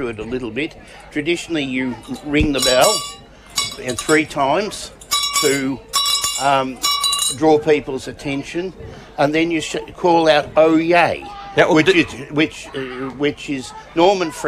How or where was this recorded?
outdoors